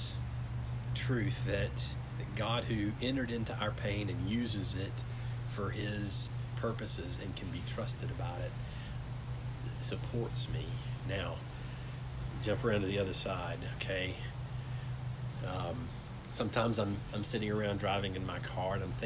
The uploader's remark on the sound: From the front porch, amidst the sounds of the wind, lawnmowers, birds, cats, and cars